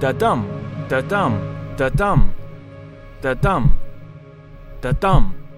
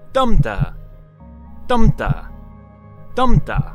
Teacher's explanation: This is generally constructed with 2 5-syllable lines. The even syllables get the beat. · Shown in: first take · It sounds like a heartbeat. · Term: iambic pentameter